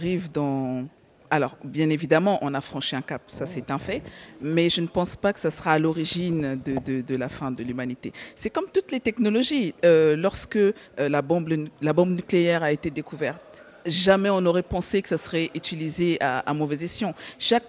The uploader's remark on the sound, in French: Un débat enregistré à Abidjan à l’occasion du Cyber Africa Forum . Un débat enregistré à Abidjan à l’occasion du Cyber Africa Forum .